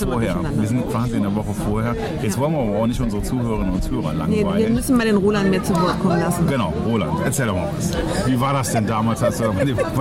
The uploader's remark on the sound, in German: On the road mit Gewinnertypen. Live und in Farbe in Köln-Kalk unterwegs.